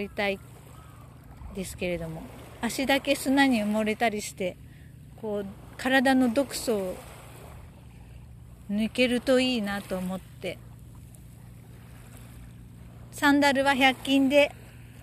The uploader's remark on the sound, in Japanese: 海岸にて収録。思いたって収録してみました。波の音のお裾分けをどうぞ！